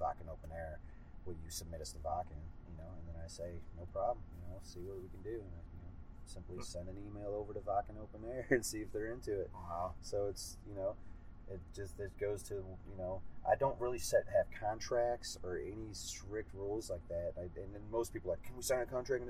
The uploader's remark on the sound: so as with most of our mobile interviews the sound isn't perfect